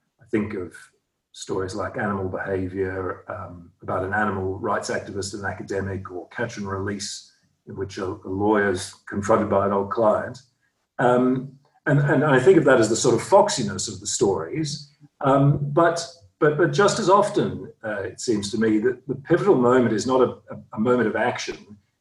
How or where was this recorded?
video call